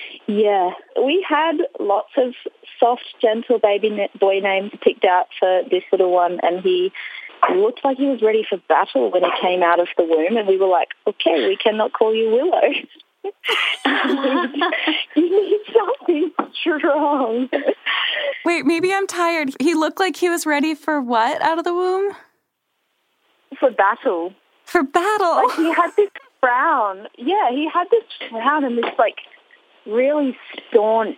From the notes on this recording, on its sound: In this episode, we open up our phone lines in the middle of the night